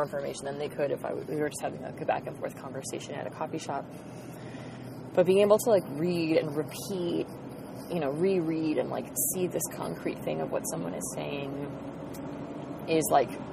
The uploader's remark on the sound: talking in the car